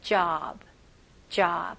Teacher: 여기 오 발음은 진짜 턱을 내리면서 넓게, 입을 넓게 해주셔야 됩니다